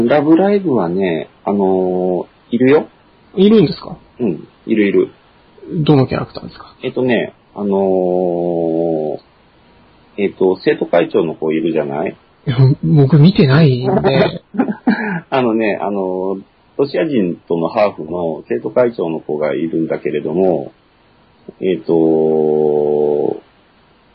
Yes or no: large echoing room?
no